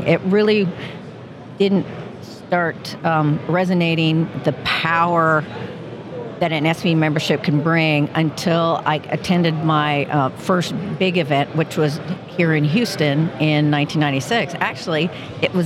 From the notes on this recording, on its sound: Recorded live at the 2023 SPE Gulf Coast Section Electric Submersible Pump Symposium.